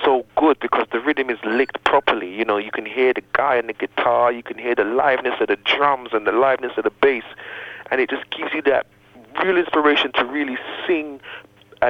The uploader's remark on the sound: recorded via telephone